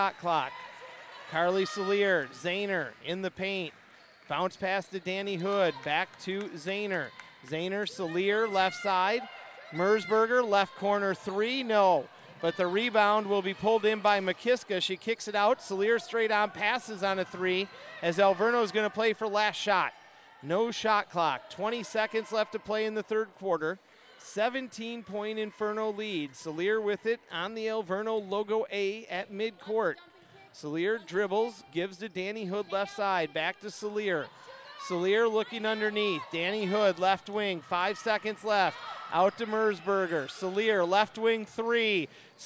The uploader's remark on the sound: Full game audio. At the Reiman Gymnasium in Milwaukee, Wisconsin.